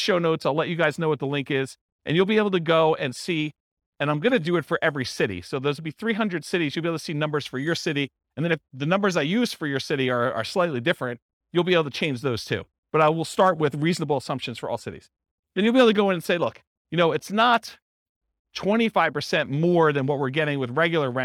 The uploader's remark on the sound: This was a live class recorded